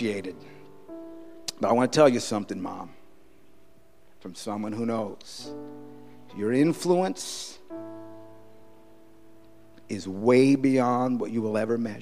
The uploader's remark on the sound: Preached on Mothers Day San Antonio TX 2016